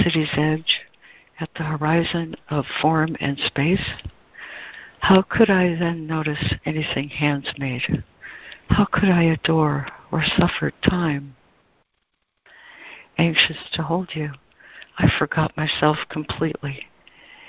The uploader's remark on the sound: ACIM Daily Conference Call